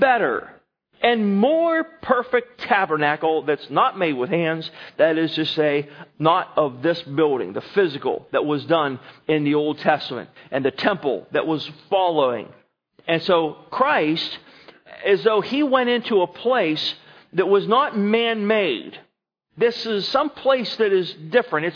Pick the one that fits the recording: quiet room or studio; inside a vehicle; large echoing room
large echoing room